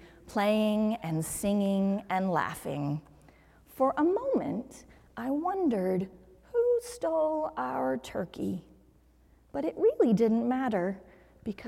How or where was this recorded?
large echoing room